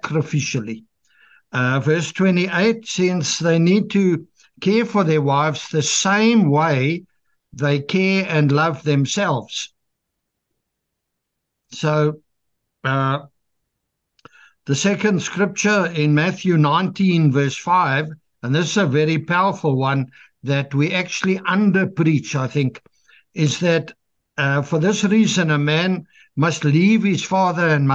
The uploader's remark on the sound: The Transformation Table Zoom Meeting 10 August 2023